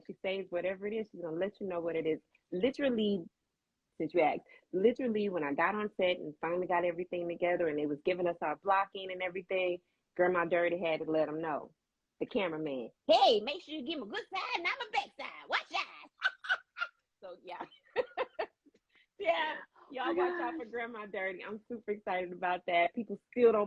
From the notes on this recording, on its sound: Recorded 4/24/2022 via Instagram Live.